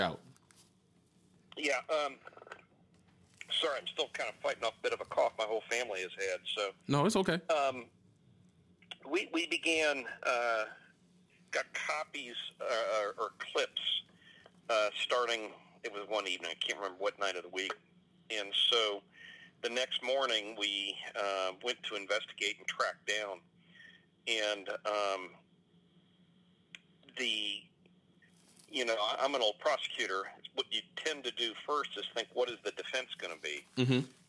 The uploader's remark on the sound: Had a conference call scheduled and I asked him if I could record it.